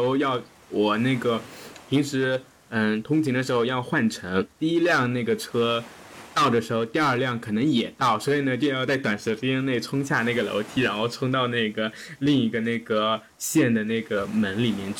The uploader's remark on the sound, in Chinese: 因为录制过程的一些过错，可能本期有一些杂音